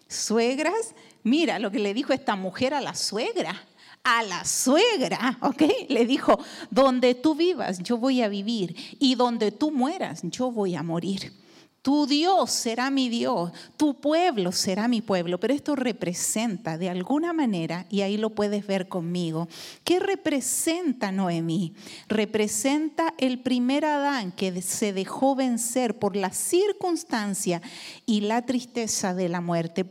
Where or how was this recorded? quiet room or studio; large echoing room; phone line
large echoing room